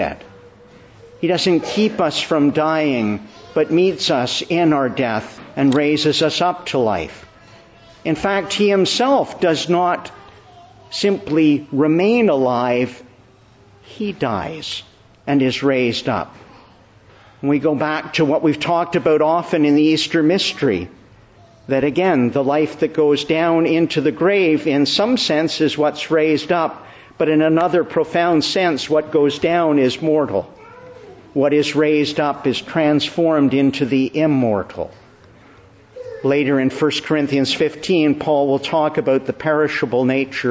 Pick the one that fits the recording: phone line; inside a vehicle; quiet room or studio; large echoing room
large echoing room